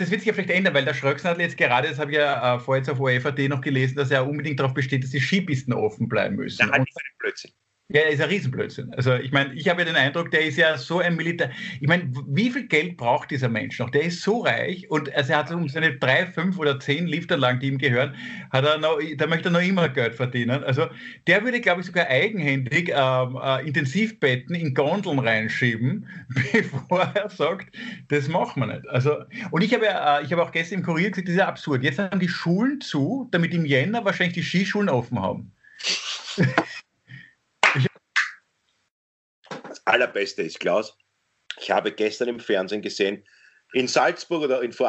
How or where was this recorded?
video call